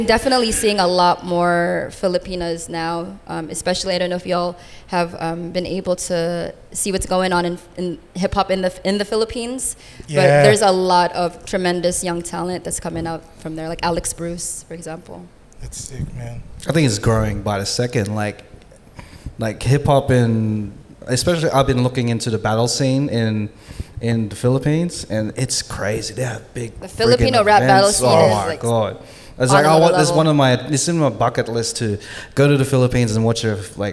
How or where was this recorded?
busy venue